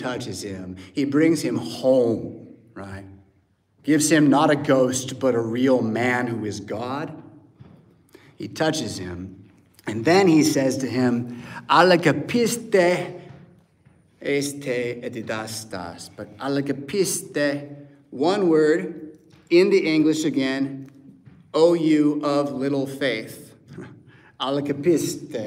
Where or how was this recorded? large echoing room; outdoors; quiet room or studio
large echoing room